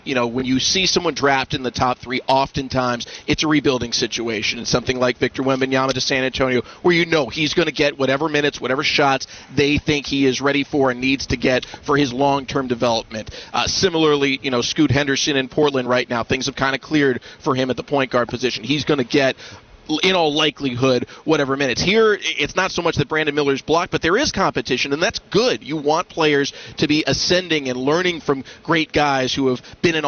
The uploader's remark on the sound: Live From Hornets Media Day